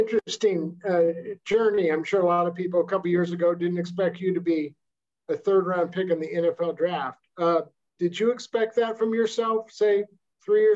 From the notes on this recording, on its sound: Called in for an introductory press conference after being selected by the 49ers with the 87th-overall pick.